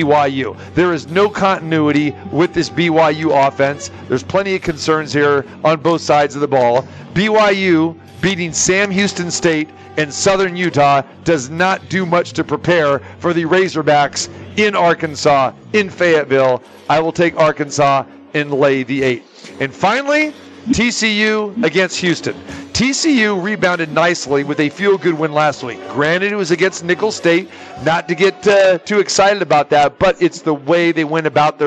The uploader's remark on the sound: Live from the Super Book at the Westgate Las Vegas